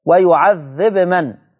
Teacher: ورش اظهر الباء خلاص عمل إظهار ولكنه هذا الإظهار مع سكون الباء. ويعذب من لكن حفص أظهر مع رفع الباء.